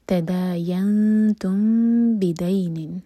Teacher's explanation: اذا تداینتم، ینتم یہاں ایمٹی نون کے بعد تا ہے تو یہاں پر ہم اخفا کریں گے، نون کی آواز کو چھپائیں گے اور تا کے لیے زبان تیار کریں گے اور دو سیکنڈس کا ٹائم دیں گے